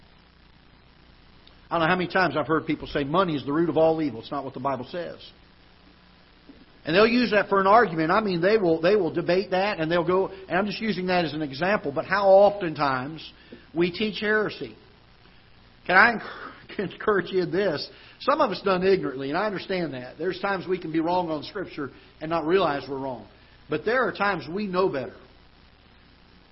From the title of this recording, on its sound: Ketha Heights Baptist Church ~ Live Broadcast